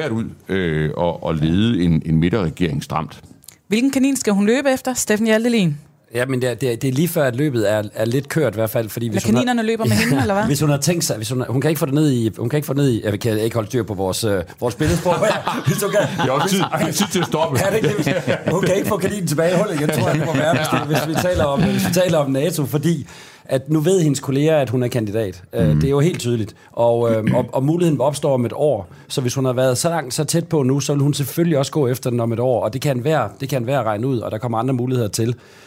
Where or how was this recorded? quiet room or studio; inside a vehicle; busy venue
busy venue